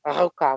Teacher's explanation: Произношение, когда работает у нас маленький язычок. · Term: горловое произношение